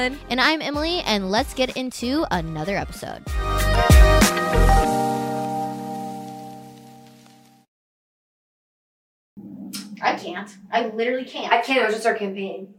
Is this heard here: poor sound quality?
yes